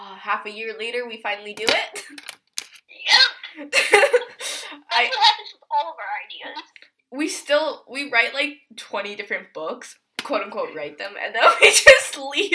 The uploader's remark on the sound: the audio sucks so much.